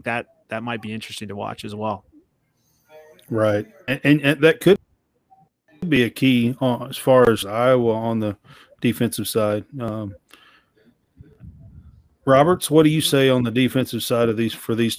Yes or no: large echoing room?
no